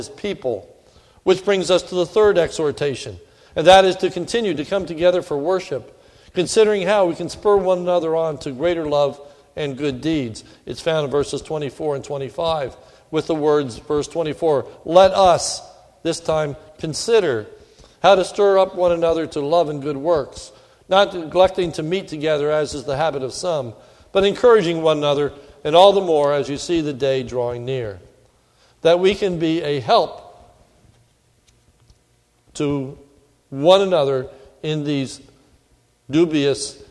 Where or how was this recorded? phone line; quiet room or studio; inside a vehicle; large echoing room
large echoing room